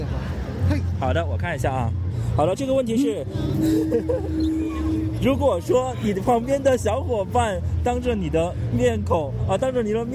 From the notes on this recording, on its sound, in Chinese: 本次为大家带来的是我们本地ComicHope06同人展的现场采访活动。